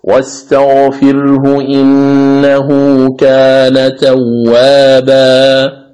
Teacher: وهذا خطأ، لا يجوز هذا في القراءة، لأن المد هنا مد عوض، ومد العوض من قبيل المد الطبيعي، فيمد بمقدار حركتين فقط. إذن الصواب أن يقول واستغفره إنه كان توابا فقط، هذه هي القراءة الصحيحة لهذه الكلمة.